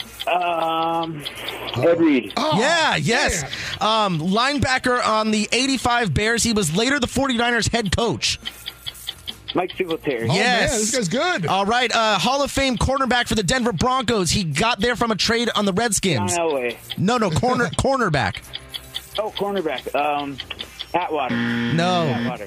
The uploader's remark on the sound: Take your phone calls.